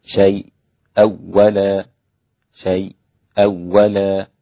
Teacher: يتعين علينا هنا أن نراعي عدم الغنة مع الإدغام إذا وصلنا في الواو